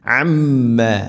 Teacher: അമ്മ മീമിന് ശദ്ദ് മണിക്കണം